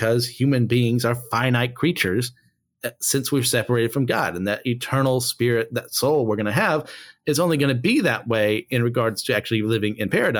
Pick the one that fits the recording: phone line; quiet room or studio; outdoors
quiet room or studio